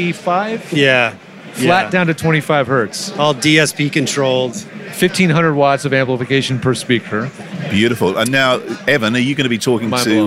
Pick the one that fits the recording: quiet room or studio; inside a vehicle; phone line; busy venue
busy venue